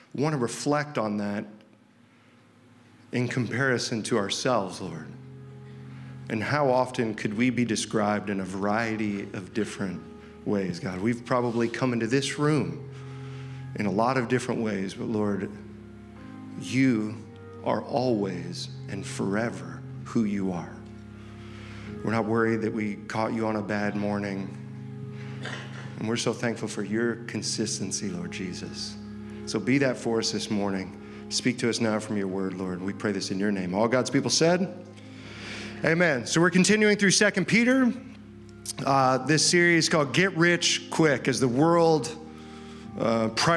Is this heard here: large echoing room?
yes